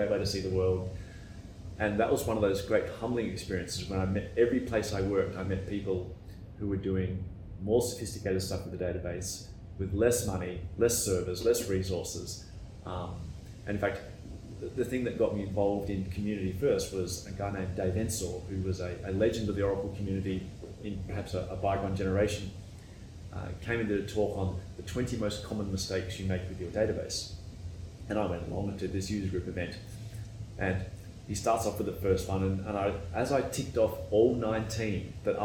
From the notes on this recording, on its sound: I caught up with her at the Kscope22 conference in Dallas Texas.